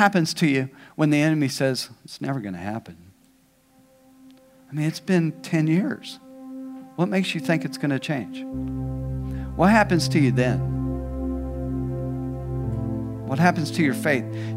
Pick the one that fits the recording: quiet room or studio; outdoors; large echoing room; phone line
large echoing room